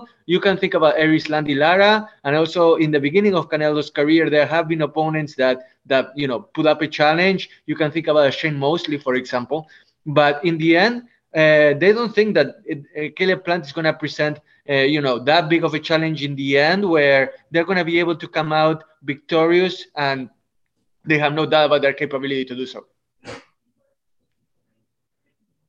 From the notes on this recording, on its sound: will hold a Zoom conference call